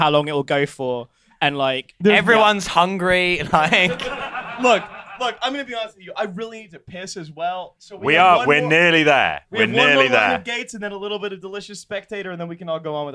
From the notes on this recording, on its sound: At the Star of Kings, London. A strung-together sound system. Crouching behind the DJ booth to eat a burger.